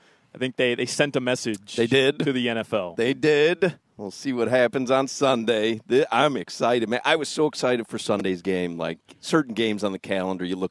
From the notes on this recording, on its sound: Live from Hollywood Kia.